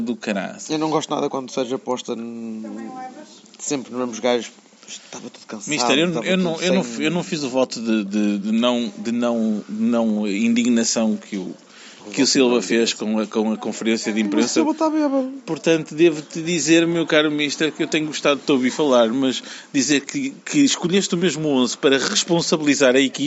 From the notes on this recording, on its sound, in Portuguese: Viram a vitória do FC Porto ao vivo no Marcolino de Castro. Gravado ao longo de um Domingo bem passado, com tremendo vernáculo, bom ambiente no estádio, holofotes fundidos.